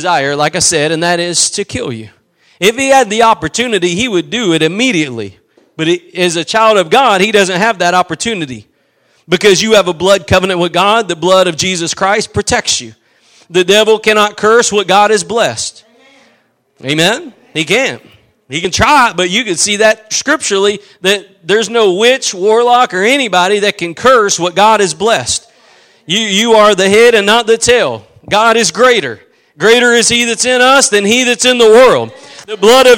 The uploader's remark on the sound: Preached at Gospel Lighthouse in Bossier City, La.